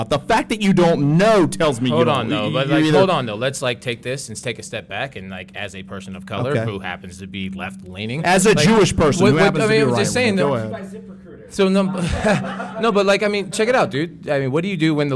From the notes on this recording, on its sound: Live panel discussion. Joins the panel to take questions from the audience.